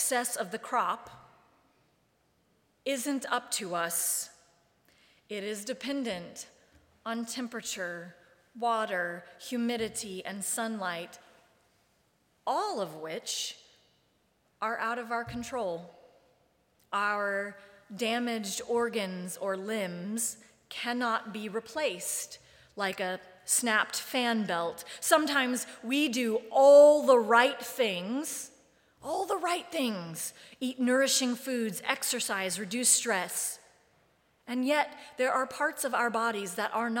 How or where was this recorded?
large echoing room